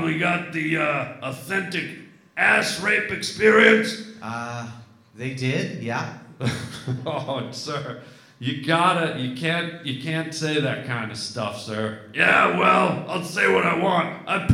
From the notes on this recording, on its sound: LIVE in San Fran. LIVE podcast at Sketchfest in San Fran.